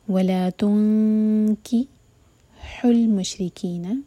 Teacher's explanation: جب ہم اخفا کریں گے تب ہمارے ہوٹ گول نہ رہیں، پھیلا دیں گے